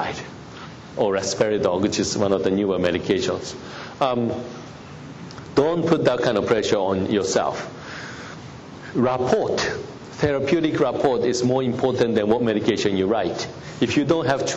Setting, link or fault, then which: setting, large echoing room